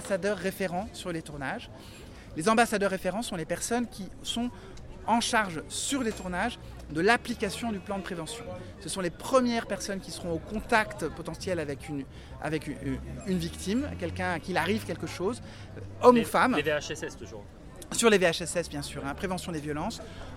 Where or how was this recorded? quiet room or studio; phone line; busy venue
busy venue